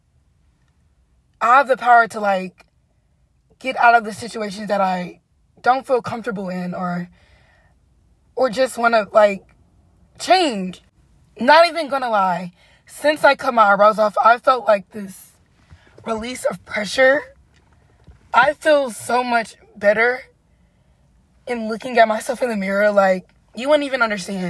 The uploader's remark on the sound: I sat in my car at 1:00 am recording an episode